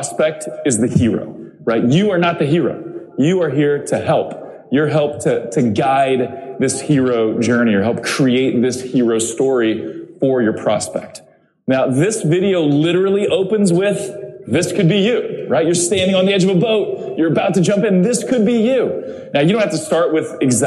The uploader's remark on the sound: I presented at Social Media Marketing World 2020 in San Diego. This is the recording of my presentation at this paid event.